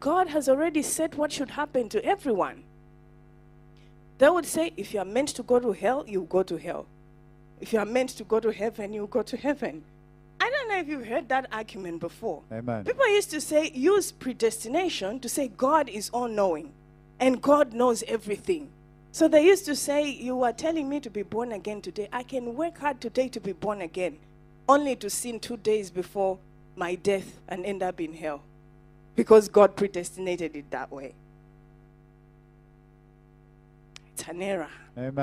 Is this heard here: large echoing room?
yes